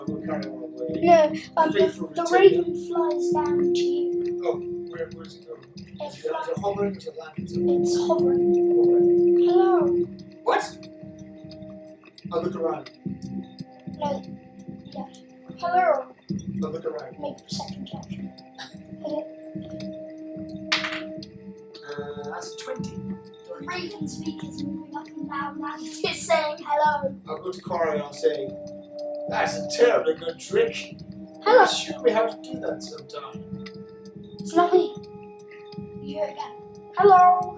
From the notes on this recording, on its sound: sorry if the audio is a bit naff it's the best we have